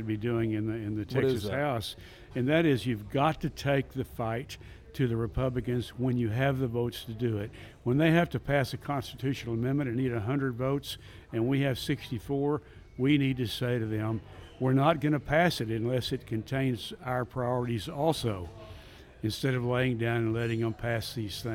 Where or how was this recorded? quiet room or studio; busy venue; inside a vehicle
busy venue